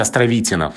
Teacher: Константин Васильевич Островитинов с ударением на «и»